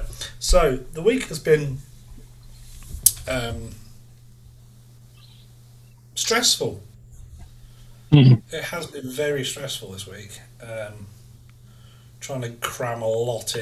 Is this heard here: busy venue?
no